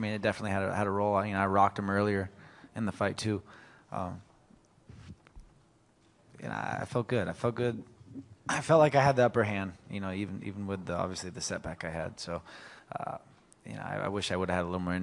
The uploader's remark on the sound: Live recordings from octagonside pre-fight, then the press conferences post-fight, at UFC 194 in Las Vegas.